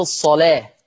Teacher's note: قرأ ورش بتغليظ اللام في لفظ الصلاة